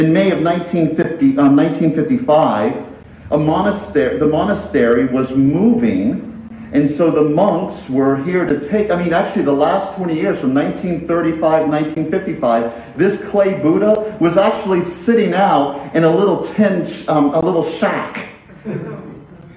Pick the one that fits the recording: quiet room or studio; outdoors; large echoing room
large echoing room